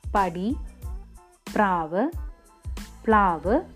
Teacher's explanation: പടി പ്രാവ് പ്ലാവ് എന്നിവിടങ്ങളിൽ കാണുന്ന പകാരം ശ്വാസിയും ദൃഢവുമായ ഉഭയോഷ്ട സ്പർശ വ്യഞ്ജനങ്ങളാണ്